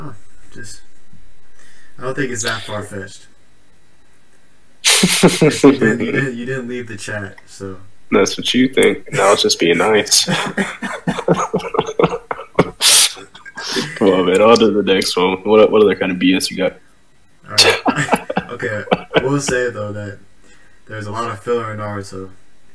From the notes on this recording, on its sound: This podcast was recorded over a year ago. Sorry about the audio issues on this one.